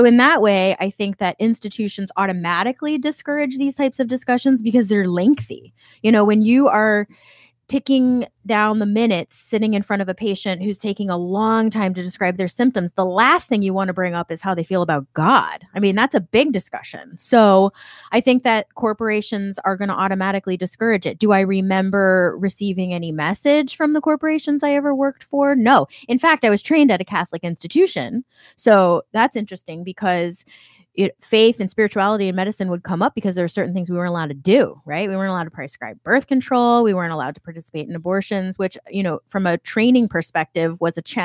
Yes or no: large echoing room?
no